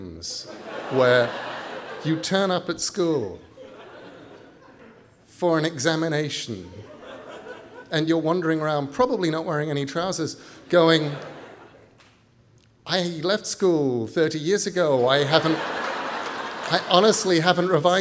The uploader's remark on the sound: Writers on a New England Stage. Recorded live at The Music Hall in Portsmouth, NH in 2011. This archive program may still contain broadcast elements from the time it aired.